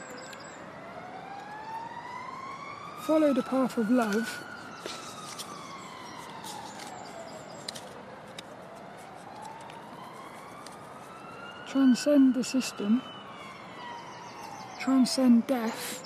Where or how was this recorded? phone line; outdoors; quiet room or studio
outdoors